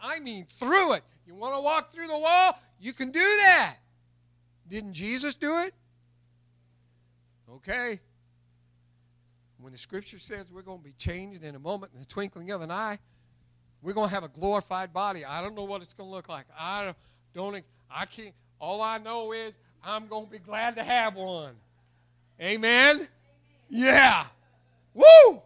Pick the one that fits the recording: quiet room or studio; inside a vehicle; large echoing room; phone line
large echoing room